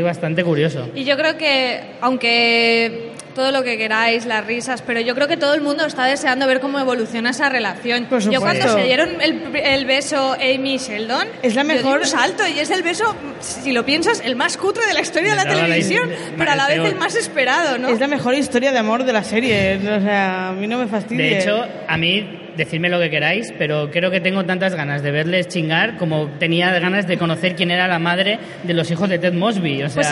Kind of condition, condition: setting, busy venue